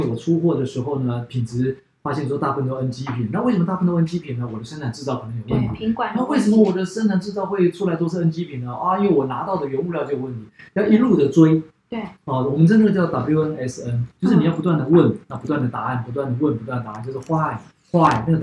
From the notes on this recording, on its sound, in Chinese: 這集錄音沒有設定好,但是有太多的精華又捨不得刪除,音質不太好,請大家見諒